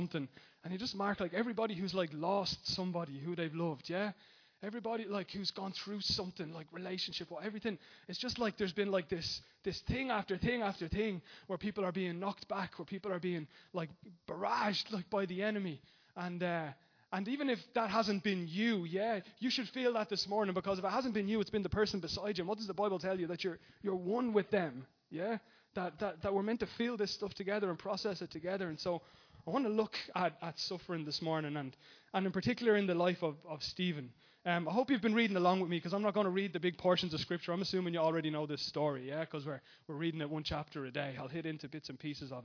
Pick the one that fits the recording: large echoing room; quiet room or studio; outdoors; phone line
large echoing room